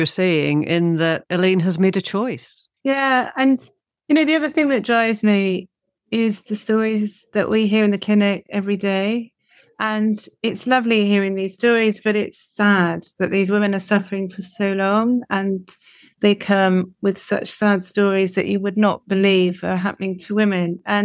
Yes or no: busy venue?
no